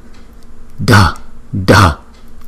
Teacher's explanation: Chữ D và chữ H chúng ta ghép lại là Dha. Cũng như chữ đờ mà cái hơi nó mạnh ra, cái hơi từ trong miệng mình nó mạnh ra